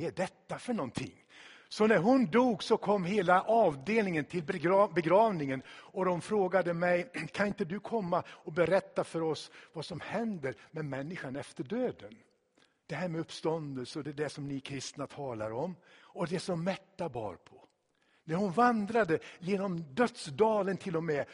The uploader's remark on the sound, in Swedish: Inspelad i Tabernaklet i Göteborg 2016-04-03.